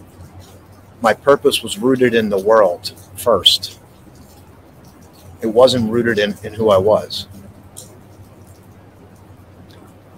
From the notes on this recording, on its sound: This Episode originally streamed live on location at Behind the Philadelphia Museum of Art on the Schuylkill River. The audio from this podcast was taken directly from this live stream.